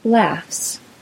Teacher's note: Next, let's review adding the S ending to words. If an S ending is added to an unvoiced sound, such as the F sound, the S ending is pronounced as an S sound.